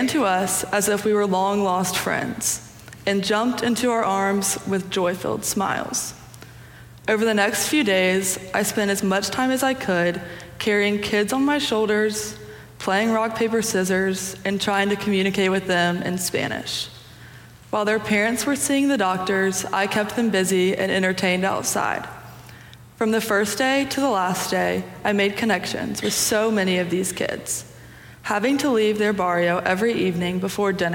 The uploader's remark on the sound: Preached on Youth Sunday (February 19, 2023) for our Sanctuary Worship Service.